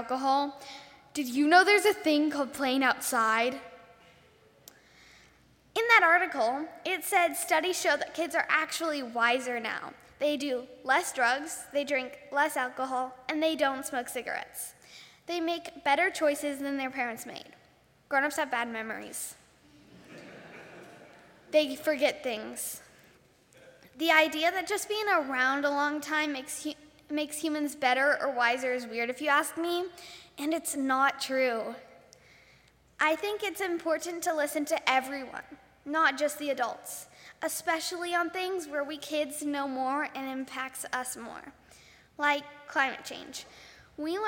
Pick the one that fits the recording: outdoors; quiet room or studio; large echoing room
large echoing room